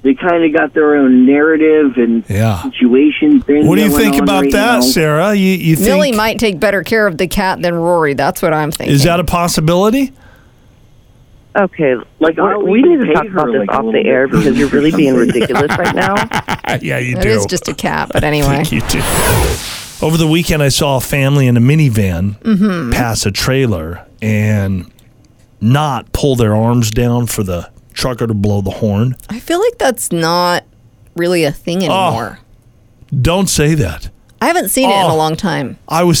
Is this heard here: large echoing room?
no